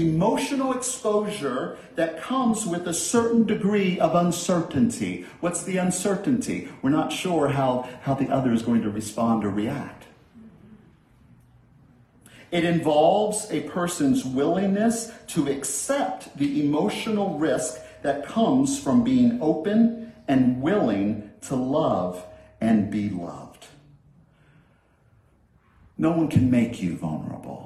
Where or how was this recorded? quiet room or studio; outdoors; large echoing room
large echoing room